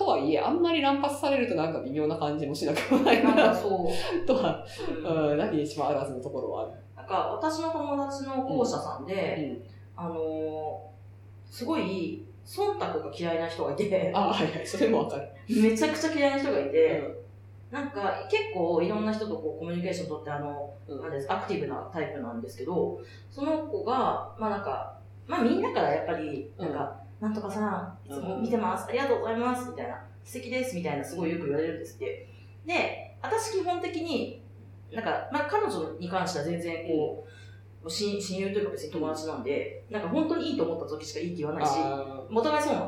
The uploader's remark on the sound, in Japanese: 今月ちょっと音質が悪いです。